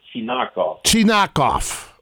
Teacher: the emphasis on the center syllable there